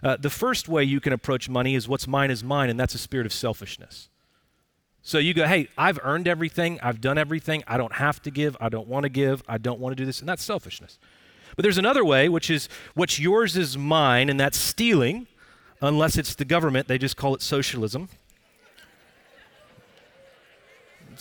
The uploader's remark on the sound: Recorded Live at Brookwood Church on 05.24.2023